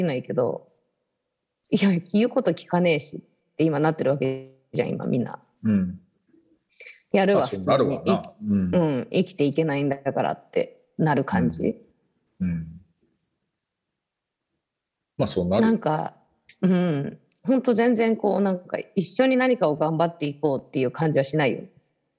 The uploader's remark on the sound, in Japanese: 本編は2021年7月16日に「Zoom」を使用し収録しています。